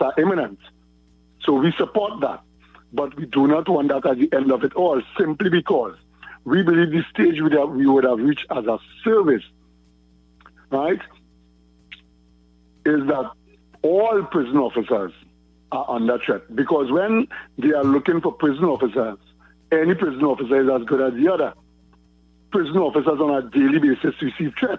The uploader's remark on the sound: During this hour we take calls from our audience